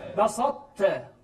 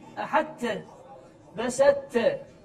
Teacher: عندما يدغم الطاء مع التاء يبقى التاء، يبقى التاء فيه رائحه الطاء المستعليه · Shown in: first take · Term: تاء مستعليه